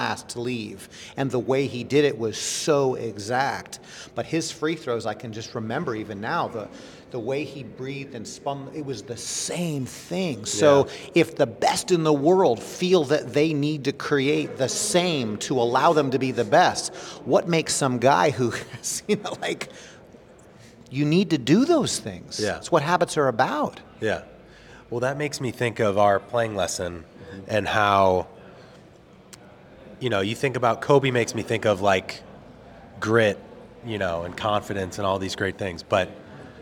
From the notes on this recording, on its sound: LIVE from the PGA Show.